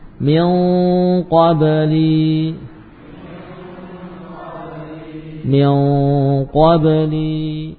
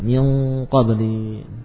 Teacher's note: untuk nun sukun yang bertemu dengan qaf, maka suara gunnah tatamahhad fil khayshum, memusat pada pangkal hidung. Ya, jadi bunyinya eng juga.